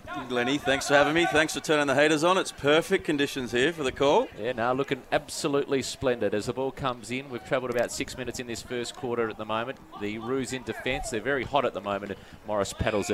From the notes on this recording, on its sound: GFL on 1611AM SEN Goldfields. Live from Sir Richard Moore Sports Arena.